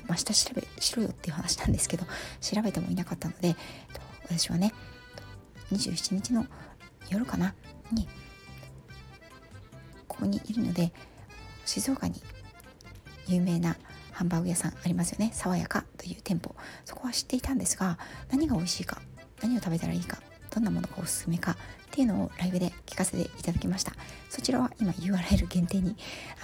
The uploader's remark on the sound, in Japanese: 旅先から³₃風音注意。火曜日から、静岡に遊びに来ました。出先からヒソヒソ収録してます。